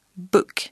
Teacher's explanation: On pourrait croire qu'il ressemble au son ou français. Mais en réalité, il se situe entre un « o » et « ou ». Pour réaliser ce son, il faut placer sa langue à l'arrière de sa bouche.